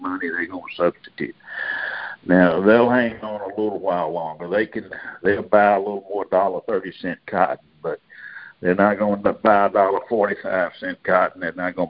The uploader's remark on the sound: Monthly Conference Call